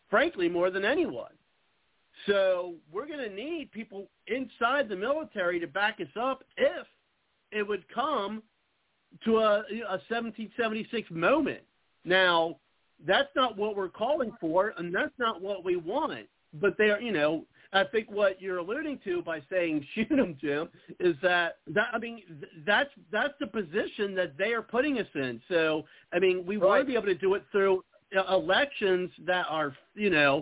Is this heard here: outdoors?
no